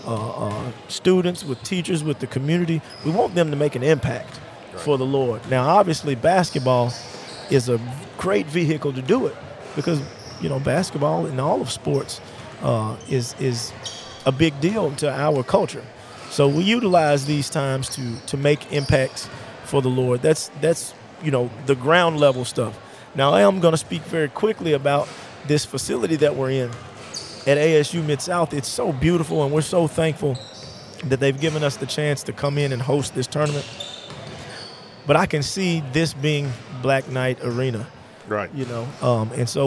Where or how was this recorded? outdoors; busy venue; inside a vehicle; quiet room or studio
busy venue